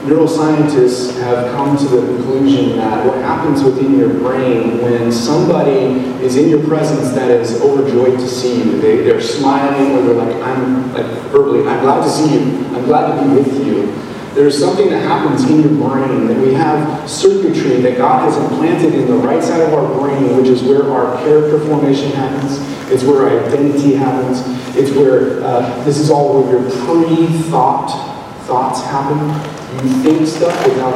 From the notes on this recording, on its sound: This video message was recorded on December 17, 2023, at Union Ridge School in Ridgefield, Wa.